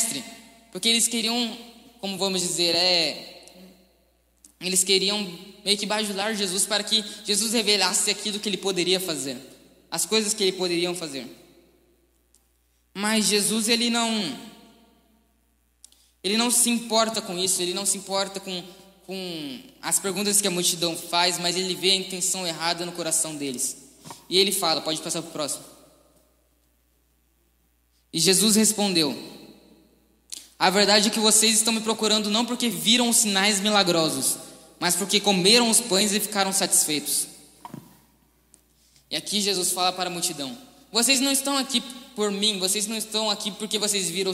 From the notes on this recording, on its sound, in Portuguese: Mensagem ministrada ao vivo em 07/11/2020. Igreja Presbiteriana Chácara Primavera.